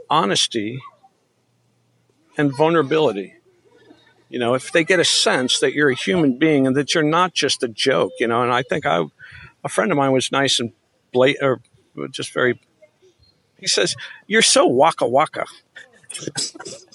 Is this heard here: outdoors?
yes